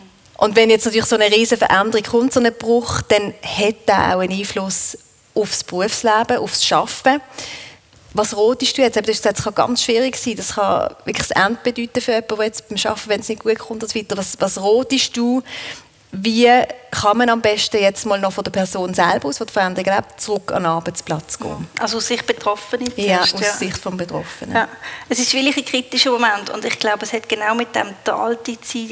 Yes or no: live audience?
yes